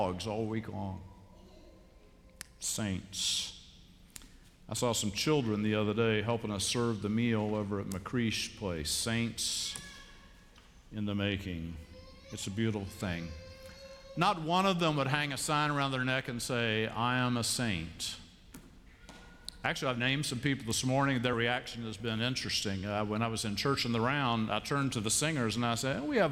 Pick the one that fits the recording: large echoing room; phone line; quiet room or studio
large echoing room